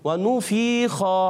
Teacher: یعنی فا کی زیر کھینچ دی لمبی کر دی